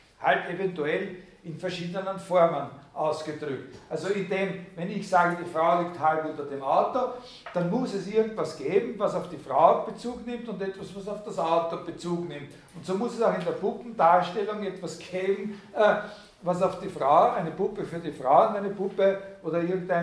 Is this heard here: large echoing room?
yes